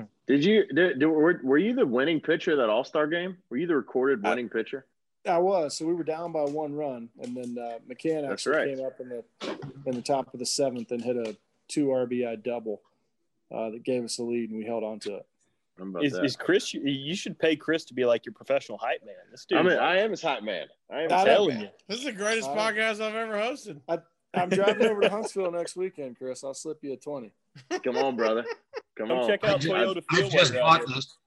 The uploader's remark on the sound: Zoom Room Jamboree. Let's have a Zoom party!